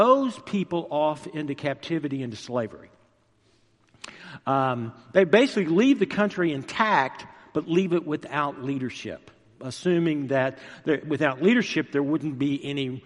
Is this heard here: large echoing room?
yes